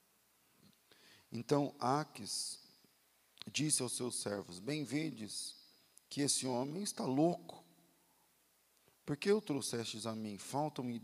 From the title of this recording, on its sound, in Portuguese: Culto ao vivo